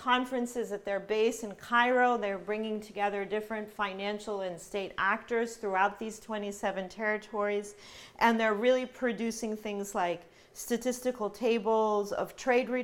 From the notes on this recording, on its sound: This lecture was presented by the Middle East and Islamic Studies Program at George Mason University. This lecture was presented by the Middle East and Islamic Studies Program at George Mason University.